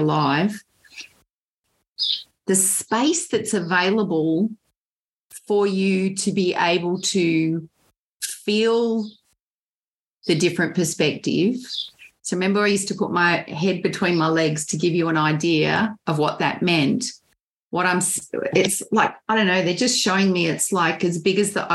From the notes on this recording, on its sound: Un-cut, unedited audio from our LIVE stream will be available on all of the Podcasting Apps each Wednesday.